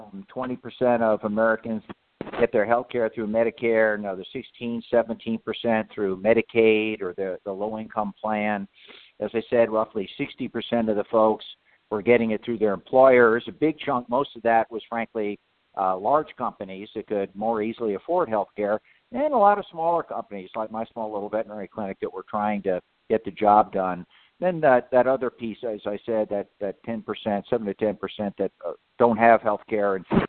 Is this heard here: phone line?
yes